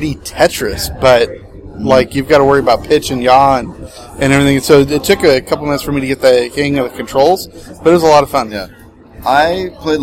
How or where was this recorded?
busy venue